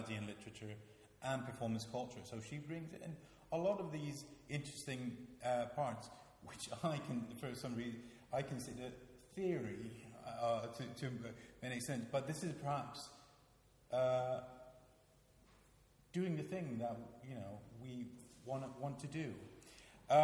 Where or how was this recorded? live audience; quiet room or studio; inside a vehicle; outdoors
live audience